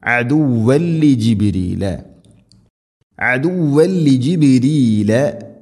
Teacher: തൻവീന് ശേഷം ലാം ഇദ്ഗാം ബിലഗുന്ന മണിക്കാതെ കൂട്ടിലയിപ്പിക്കണം. അദുവൽ ലിജിബിരീല അദുവൽ ലിജിബിരീല ഫഇന്നഹു നൂന് ശദ്ദ് ഗുന്ന ചെയ്യണം.